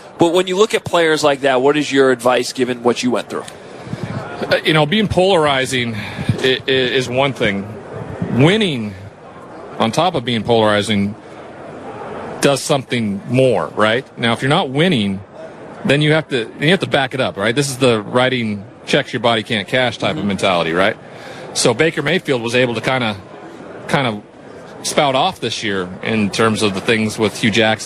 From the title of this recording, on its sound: Live From Radio Row